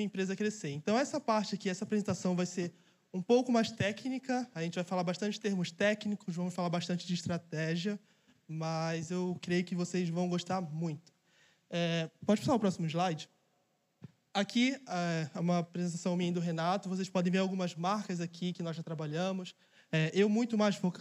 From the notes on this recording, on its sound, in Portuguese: Mensagem capturada ao vivo no evento Imersão Negócios do Reino.